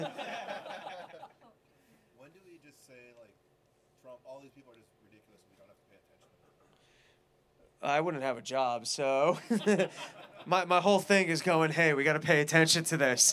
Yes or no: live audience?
yes